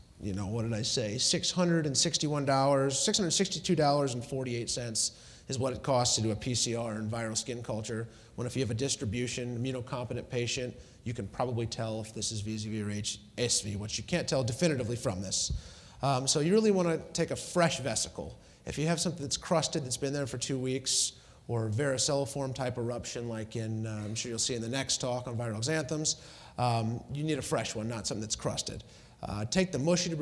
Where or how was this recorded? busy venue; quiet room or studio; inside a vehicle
busy venue